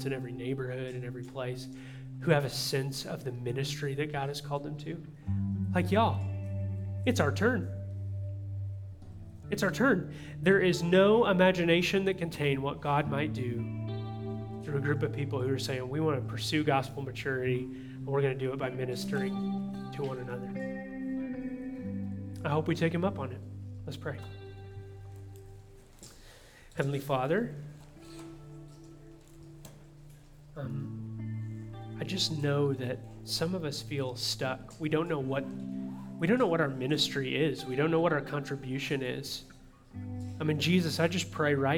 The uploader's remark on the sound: audio from New City Church in Champaign-Urbana, IL